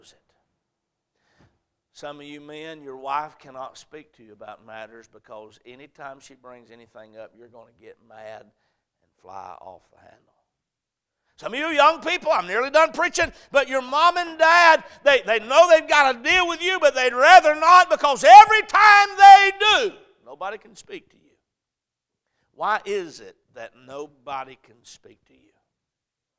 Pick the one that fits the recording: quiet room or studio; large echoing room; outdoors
large echoing room